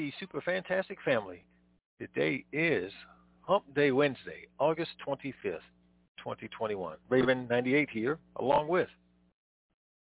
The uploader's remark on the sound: TNTSuperfantastic Conference Call